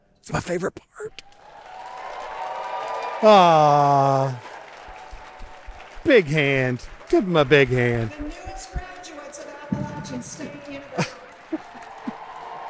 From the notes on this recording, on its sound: In-person commencement ceremonies are back at Appalachian. Witness the sights and sounds of Spring 2021 Commencement.